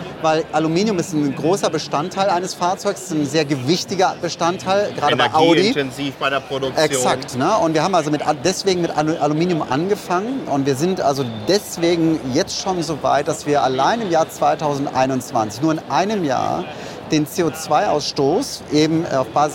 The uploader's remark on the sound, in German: Auf dem diesjährigen Greentech Festival in Berlin.